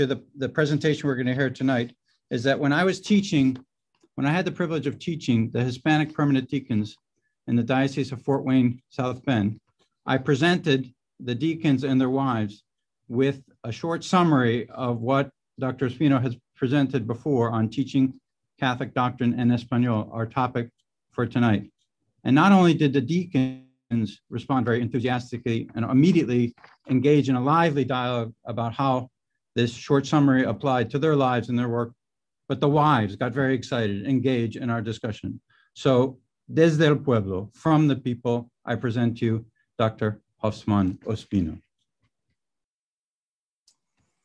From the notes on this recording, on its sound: Originally presented as a live webinar lecture. This event is part of a webinar series on Hispanic Theology.